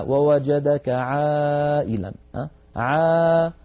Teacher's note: والعين حرف مستفل لأنها ليست من حروف سكت من حروف خص ضغط قض، فالعين مستفلة فلا تفخمها العرب، يعني لا يصح أن نقول عا لابد أن نقول عا ووجدك عائلا عا مرققة.